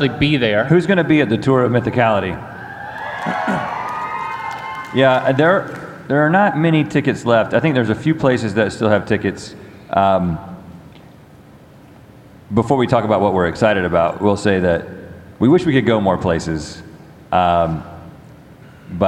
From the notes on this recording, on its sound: Live from VidCon. Fan Q&A From VidCon.